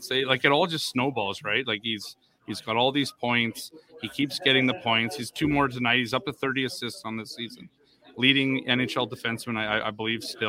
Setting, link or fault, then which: setting, busy venue